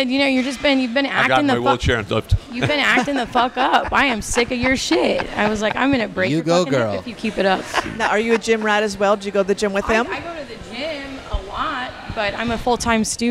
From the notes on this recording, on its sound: Join us on location at Hedonism II Resort on Negril Beach, chatting with some open-minded guests who are on their first visit to Hedo together.